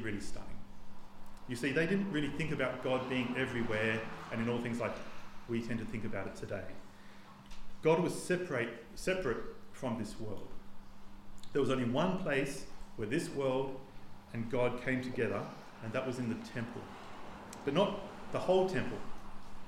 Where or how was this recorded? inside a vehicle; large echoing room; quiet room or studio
large echoing room